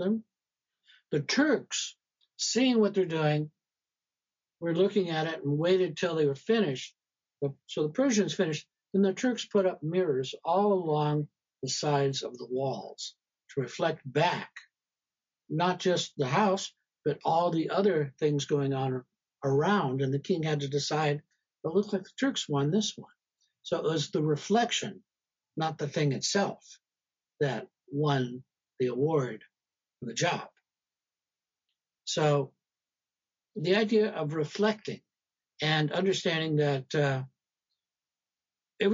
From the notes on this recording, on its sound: Live discussion from 13 February, 2022 on Zoom